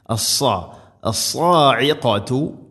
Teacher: സ്വാദ് ഉച്ചരിക്കുമ്പോൾ നാവിൻ്റെ മധ്യഭാഗം അണ്ണാക്കിലേക്ക് ഉയർന്നു നിൽക്കണം. അത് ഹെവി ലെറ്ററാണ്, ഇസ്തിഇല എൻ്റെ അക്ഷരമാണ്.